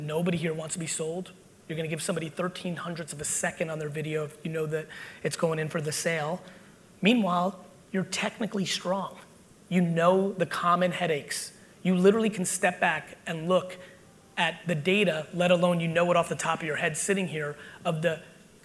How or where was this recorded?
live audience